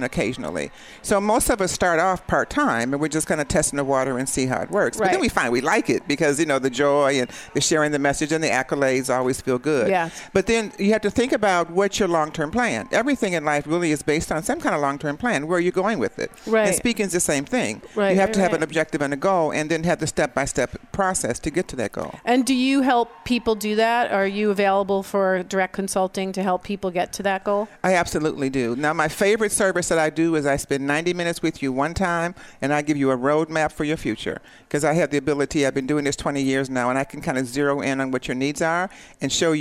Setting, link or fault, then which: setting, busy venue